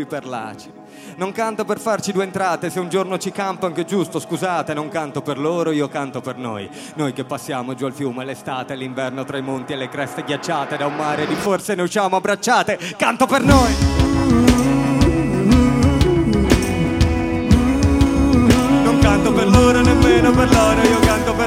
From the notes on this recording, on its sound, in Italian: in diretta dal Teatro Comunale Palamostre di Udine